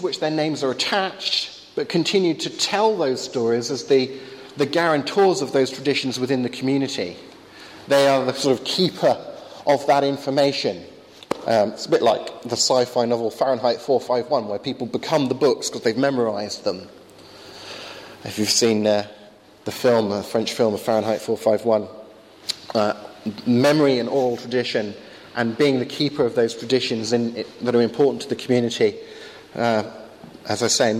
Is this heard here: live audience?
yes